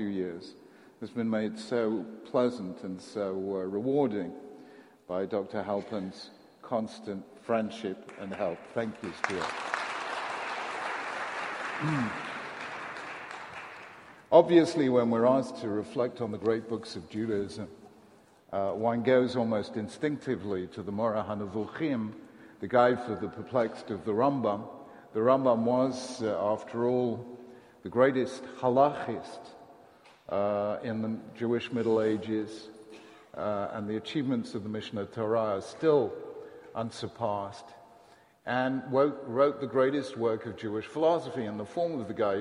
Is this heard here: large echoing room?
yes